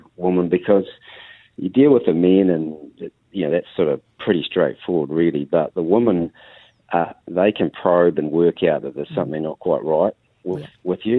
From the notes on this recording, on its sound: Was on the phone to tell his amazing story of being undercover in a gang in the 70's.